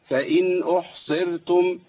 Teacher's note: الصاد تبقى مفخمة والراء مرققة